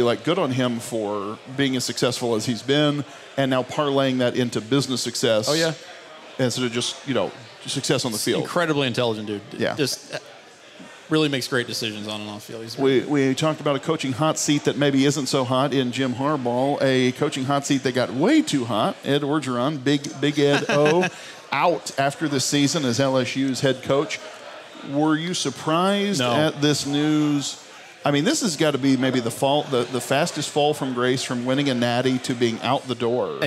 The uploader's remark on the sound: The Dubcast kicks off its Buffalo Wild Wings road show with a recording from the Grandview location with an audience of rowdy Cleveland Browns fans.